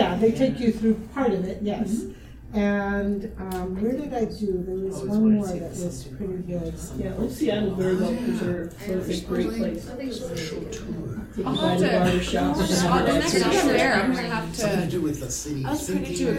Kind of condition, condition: setting, live audience